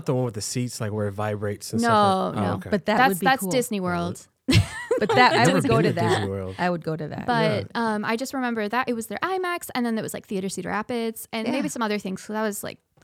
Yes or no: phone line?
no